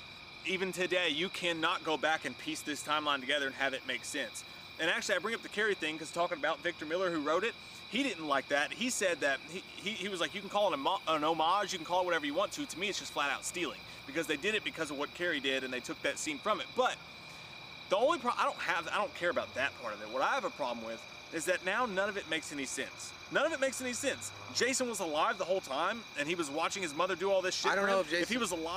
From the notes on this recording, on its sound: An outdoor recording of our in depth FRIDAY THE 13th review.